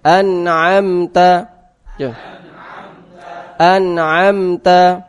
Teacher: Ini nun sama mim itu sama-sama dia tawassut.